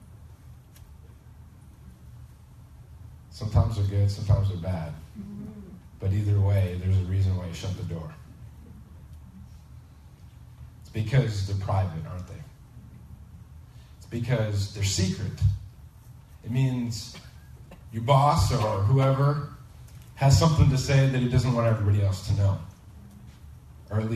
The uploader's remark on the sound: Please excuse the poor quality of this recording. We had some technical difficulties this Sunday.